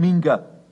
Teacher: Auf dem Weg zum Dialekt flacht sich das CH oder K zu einem schlichten G ab. Im Fall des K gibt es mehr Beispiele.